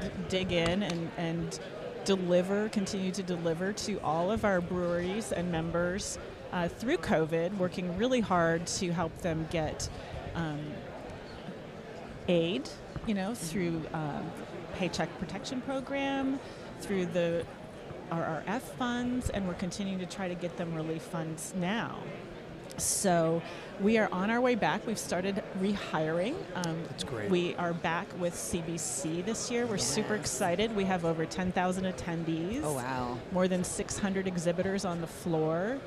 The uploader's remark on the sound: We're LIVE from the tradeshow floor at Craft Brewers Conference 2022 in Minneapolis!